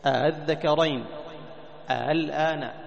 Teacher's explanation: تسهيل همزة الثانية التي هي همزة الوصل · Term: التسهيل